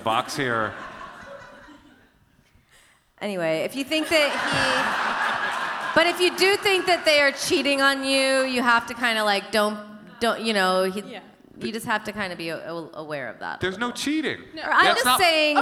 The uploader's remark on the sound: the live episode recorded as part of the Netflix Is A Joke Festival at the Hollywood Forever Cemetery